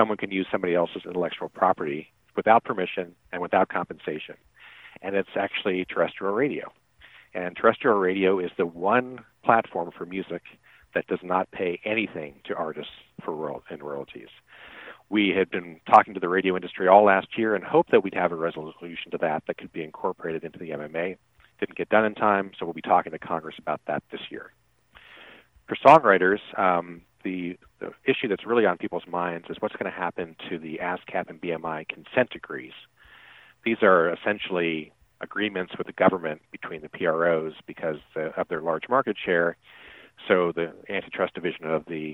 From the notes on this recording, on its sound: Checks in from Nashville. Calls in from Washington, DC.